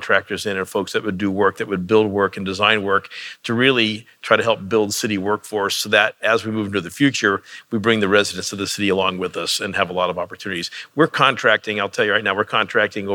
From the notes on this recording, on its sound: This week, we dig into those challenges on stage. The conversation was recorded live at the Intersolar North America conference in Long Beach, California.